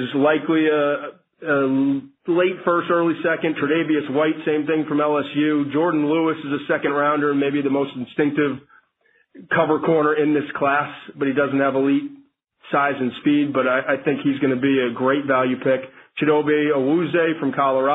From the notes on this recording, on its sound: NFL Draft Conference Call.